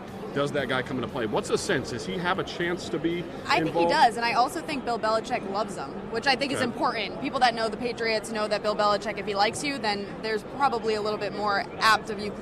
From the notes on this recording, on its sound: The REAL THING Patriots Podcast comes at ya live from the Mall of America in Minneapolis, Minnesota.